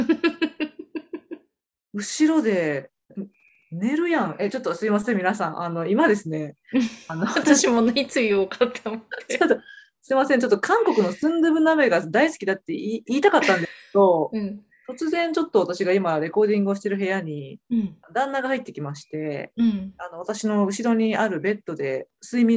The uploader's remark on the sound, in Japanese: ズームでお送りしたため、音質は少し落ちてしまいます。